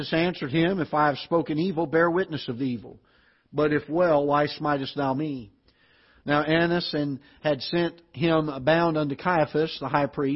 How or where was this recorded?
large echoing room